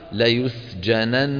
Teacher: فنقف عليها ليسجنن بنون ممطوطة لأنها مشددة